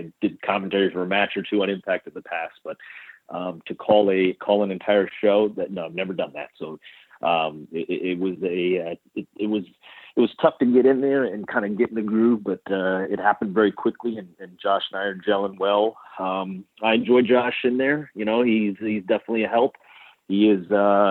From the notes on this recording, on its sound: This is the full audio from the March 28, 2018 Impact Media Call.